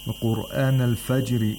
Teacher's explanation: Now the qaf of Qur'an has a moderate level of tafkhim, or in other words, the third level of tafkhim, because of the dhamma that it has.